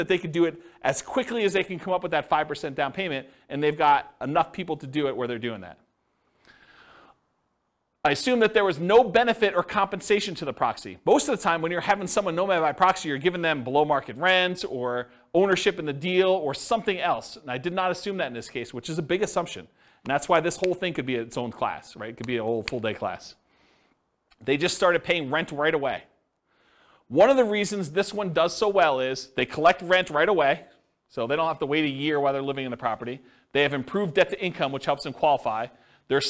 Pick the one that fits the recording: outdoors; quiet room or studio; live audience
live audience